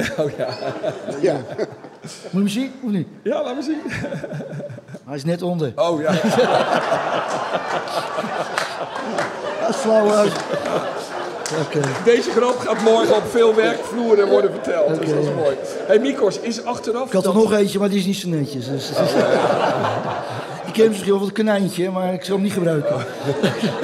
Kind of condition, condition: setting, live audience